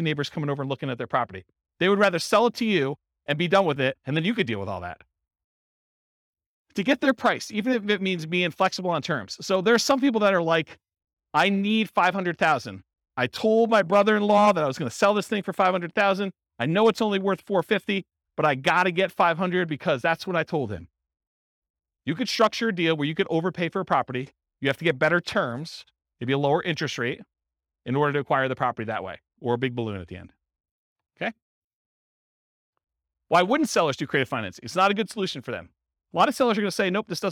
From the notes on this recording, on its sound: This was a live class recorded. Akron, Ohio.